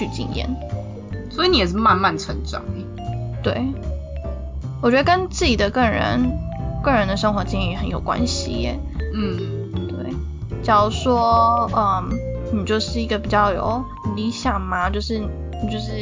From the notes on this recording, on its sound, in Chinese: 本集收音狀況欠佳，偶爾有車子經過聲音。